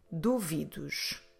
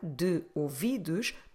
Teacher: Notice because do is then followed by a word starting with a vowel, we can run those two words together. Instead of saying de ouvidos, that sounds a bit artificial, what we try to do is that we run those two together and we say duvidos. · Shown in: first take · There's no apostrophe or anything in Portuguese to do that, it's just a normal way to pronounce it.